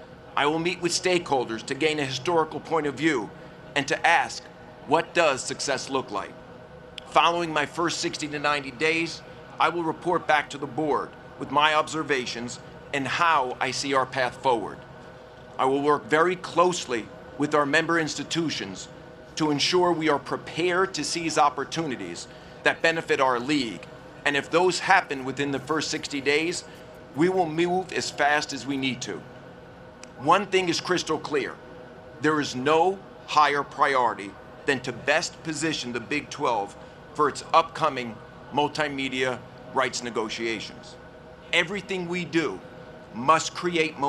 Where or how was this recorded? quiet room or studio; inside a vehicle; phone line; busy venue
busy venue